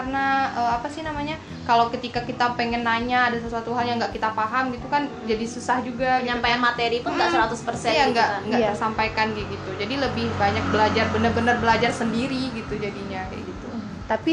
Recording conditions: sounds in the background